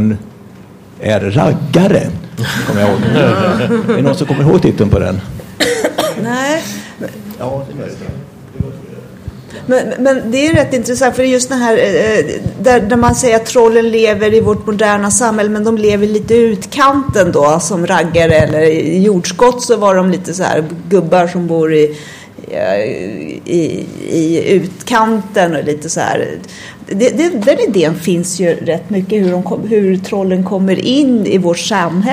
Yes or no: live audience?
yes